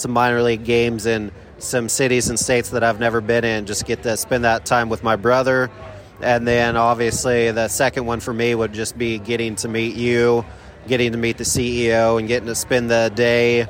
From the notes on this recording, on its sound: Recorded together in person in Birmingham, Alabama. We recorded live together from inside Regions Field, home of the Double-A Birmingham Barons.